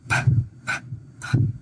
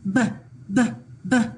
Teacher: It's a lip puffer, p, p, p, unvoiced. It's a lip puffer, b, b, b, voiced.